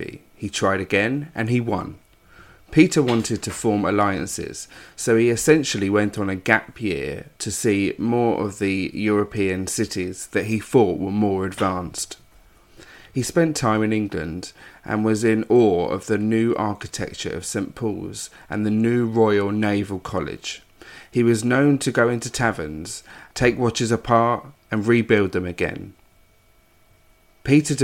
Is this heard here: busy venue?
no